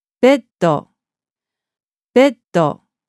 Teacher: The consonants of both words are doubled.